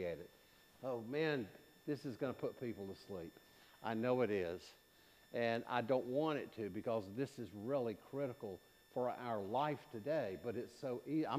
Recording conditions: large echoing room